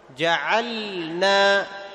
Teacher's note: جعلنا فتظهر اللام، تحافظ على سكونها · Term: الإظهار